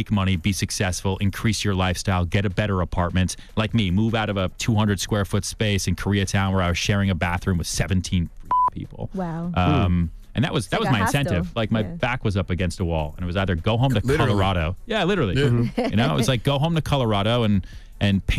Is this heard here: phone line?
yes